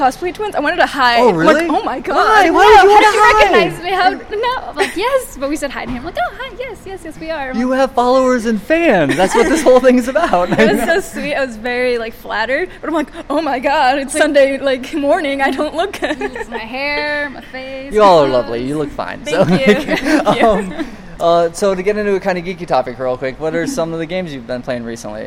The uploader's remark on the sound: This was recorded a couple weeks back at Long Beach Comic Con 2016.